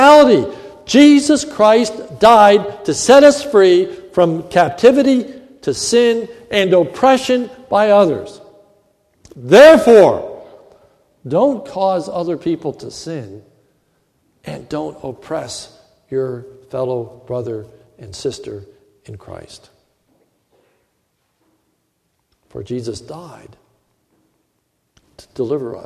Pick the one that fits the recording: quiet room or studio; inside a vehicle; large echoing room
large echoing room